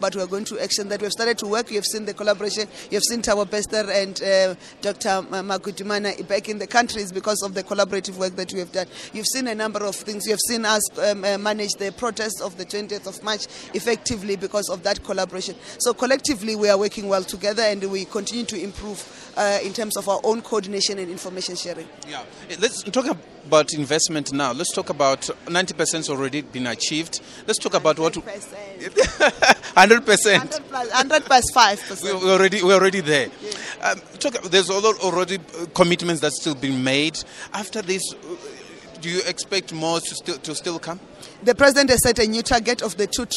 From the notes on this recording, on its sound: On the sidelines of the 5th South Africa Investment Conference